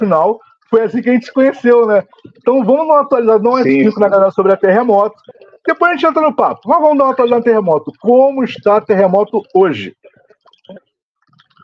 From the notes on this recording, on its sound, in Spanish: mesa redonda virtual